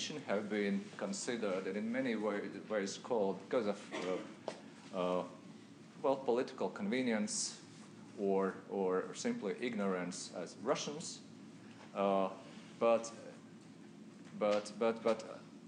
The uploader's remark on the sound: at the University of Washington on April 23, 2015